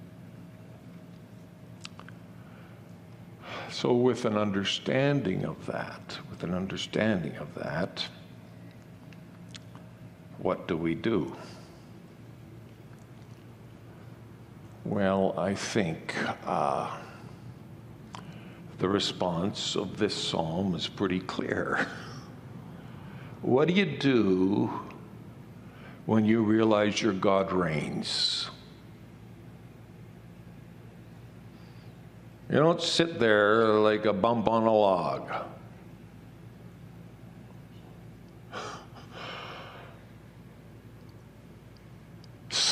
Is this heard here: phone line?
no